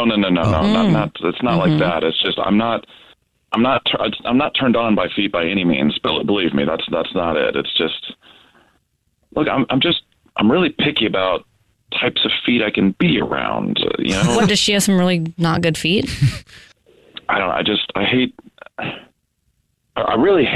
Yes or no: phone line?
yes